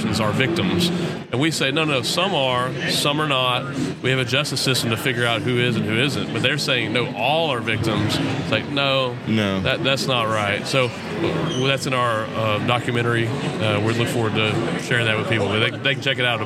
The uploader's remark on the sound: This is another episode recorded during the G3 Conference.